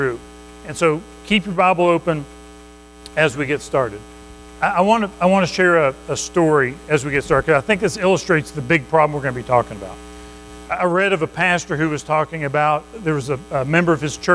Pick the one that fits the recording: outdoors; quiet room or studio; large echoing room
large echoing room